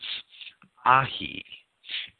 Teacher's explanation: the alpha iota letter combination should be pronounced as ahi, which in English he expresses as a short A followed by a long E